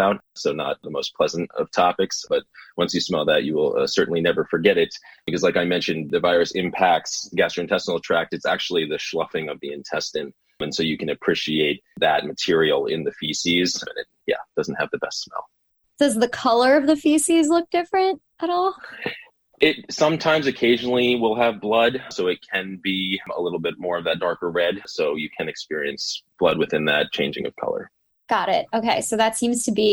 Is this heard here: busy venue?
no